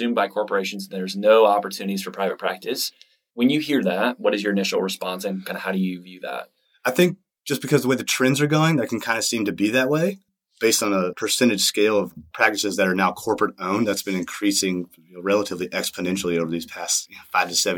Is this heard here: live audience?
no